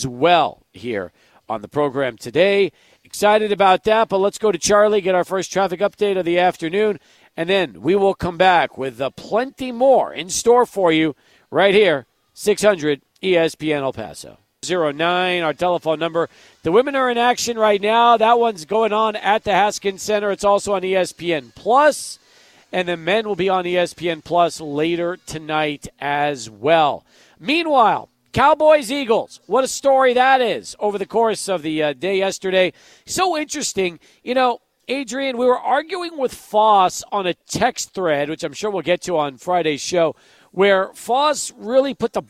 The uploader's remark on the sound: Live at Border City Alehouse.